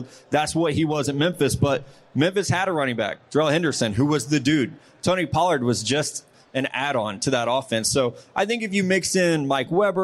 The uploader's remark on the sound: Live from Caesar's Palace